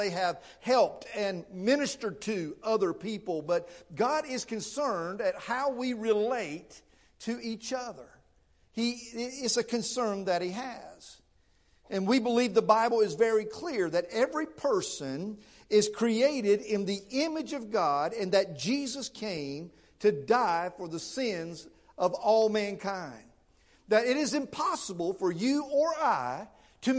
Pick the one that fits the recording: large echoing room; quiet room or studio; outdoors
large echoing room